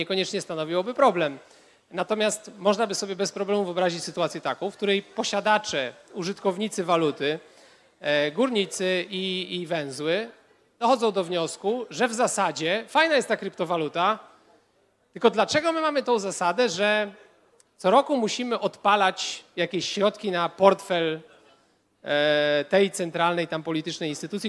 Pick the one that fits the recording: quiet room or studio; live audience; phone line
live audience